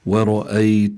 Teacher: ورأيت، الراء هنا مفخمة لأنها مفتوحة